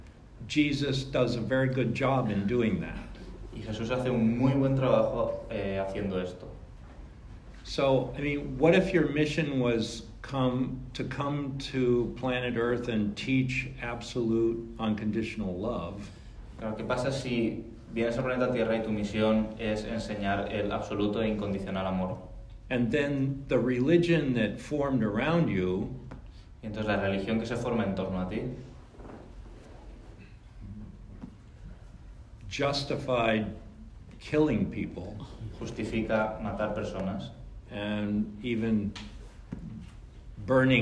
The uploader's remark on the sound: VALENCIA LRT. Spoken to a Spanish audience.